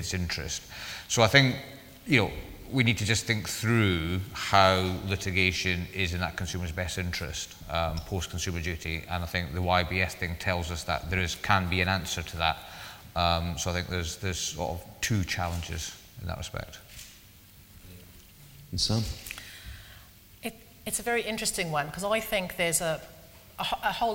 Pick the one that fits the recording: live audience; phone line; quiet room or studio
live audience